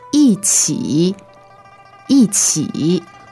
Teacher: Okay, Y-I-Q-I, 一起, so the tones are 4th and 3rd